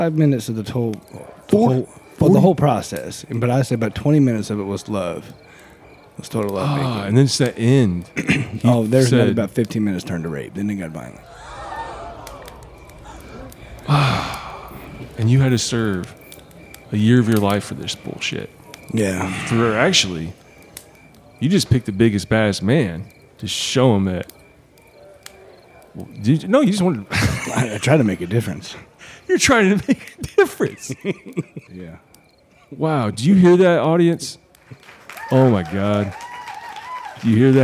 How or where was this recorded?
outdoors